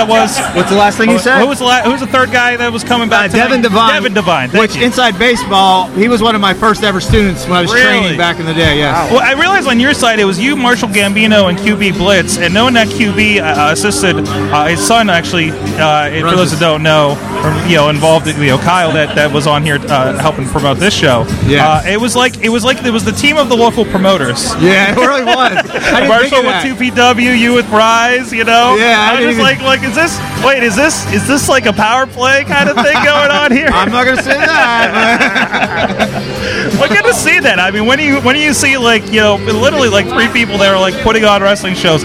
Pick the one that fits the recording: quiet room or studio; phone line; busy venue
busy venue